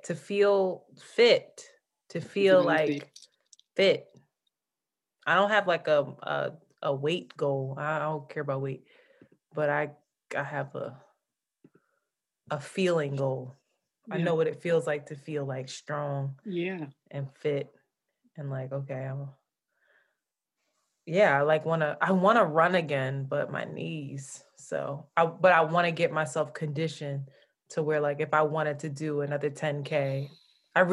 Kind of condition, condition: link, video call